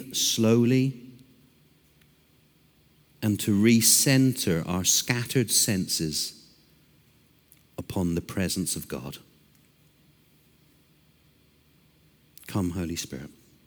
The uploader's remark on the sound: Recorded Live at Brookwood Church on 01.014.2024